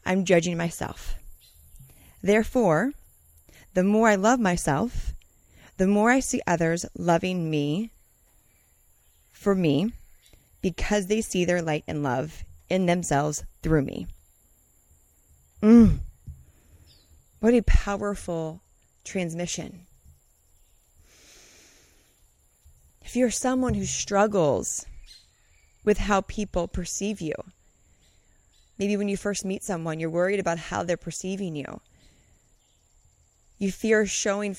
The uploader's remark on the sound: Today’s message I’m recording during my morning routine, journaling under the sun, in Costa Rica.